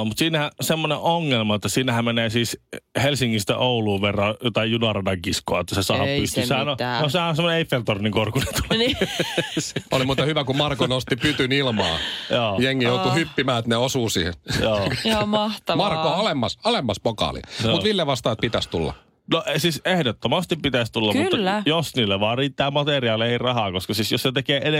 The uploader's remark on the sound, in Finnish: SuomiRockin Aamun puhelinhaastattelussa